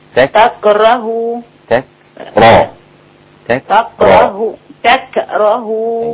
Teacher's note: الكاف رقيقة، لا تأخذ تفخيم الراء